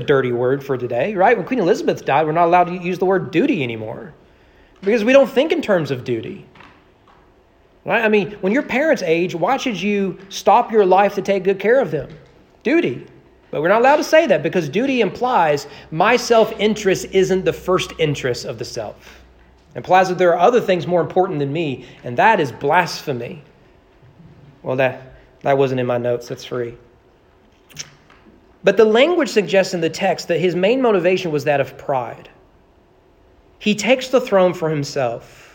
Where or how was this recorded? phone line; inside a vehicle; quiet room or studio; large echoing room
large echoing room